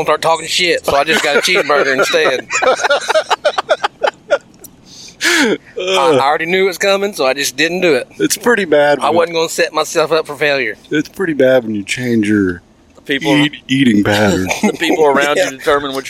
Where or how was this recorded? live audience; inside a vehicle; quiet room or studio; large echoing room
inside a vehicle